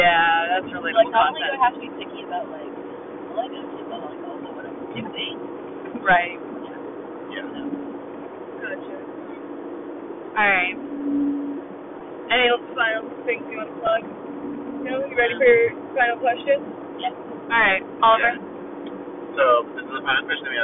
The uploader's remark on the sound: we know the audio quality is especially bad in this episode.